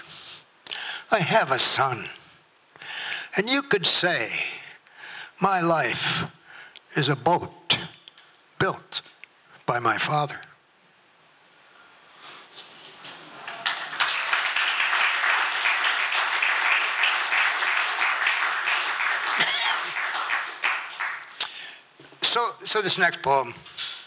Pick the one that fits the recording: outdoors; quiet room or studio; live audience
live audience